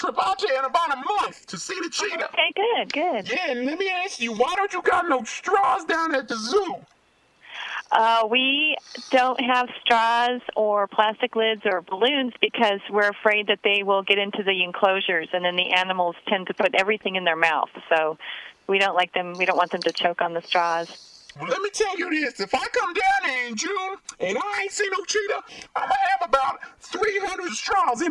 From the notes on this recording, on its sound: Prank Phone Calls